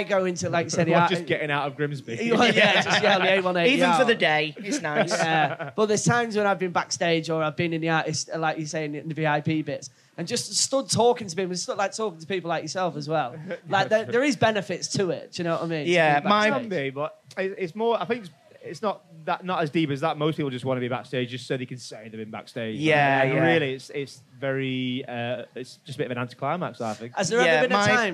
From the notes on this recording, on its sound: The boys took the podcast to the Highest Point Festival, where they sat down with a live crowd